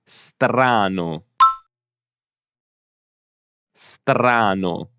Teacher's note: Non c'è nessun suono prima di str.